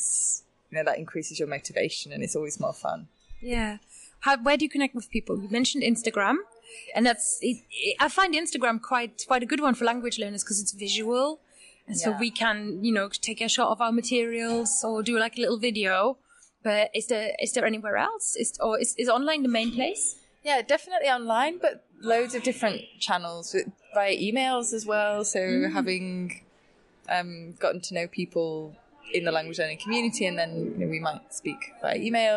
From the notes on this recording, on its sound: We are recording this week in Ljubljana from the Polyglot Conference, so in the show you'll also hear from a few of the many language loving people visiting the city this weekend.